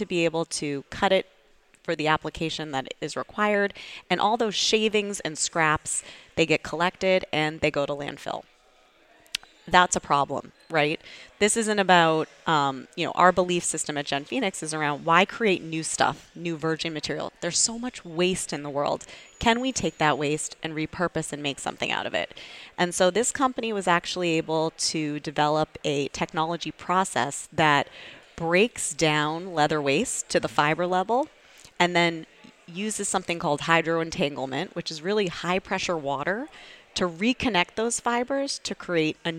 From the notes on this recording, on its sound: This episode is one of two interviews that we recorded live at Startup Boston Week at Suffolk University.